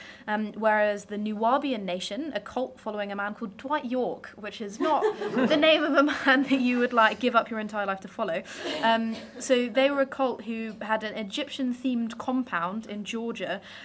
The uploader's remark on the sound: Recorded at the Brighton Fringe. Recorded at Sweet Werks, Brighton.